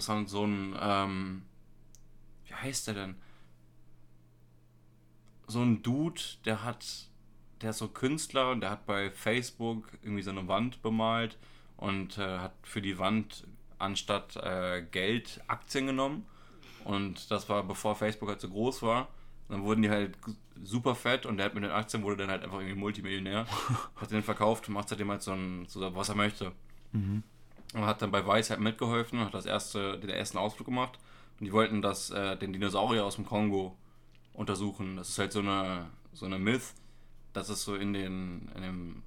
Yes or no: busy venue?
no